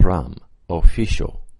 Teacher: It's a bilabial voiceless fricative. So voiceless meaning no voicing, it's just air. · So that F, you don't articulate with your teeth. You articulate the F with your two lips.